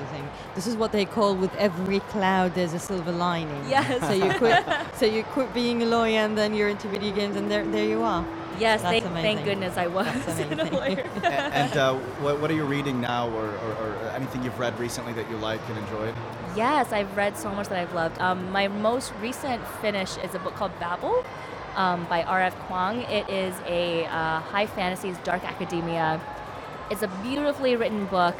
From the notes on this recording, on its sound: Live interview from SIBF 2022.